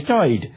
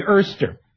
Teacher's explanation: words spelled O-I and E-R are confused due to an instability of R after a vowel, technically known as the post-vocalic R. So, er sounds become oi sounds, but oi sounds become er sounds.